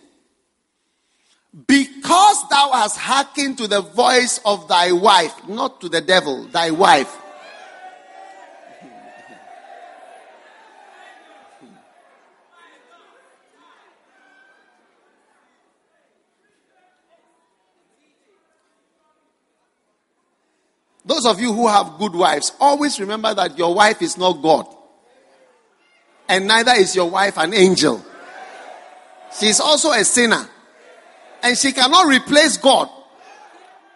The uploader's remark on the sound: Preached at the First Love Center.